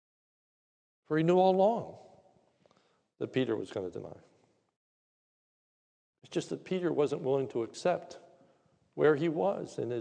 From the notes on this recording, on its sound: This is a sermon recorded live at the Lebanon Bible Fellowship Church in Lebanon, PA. During the evening service.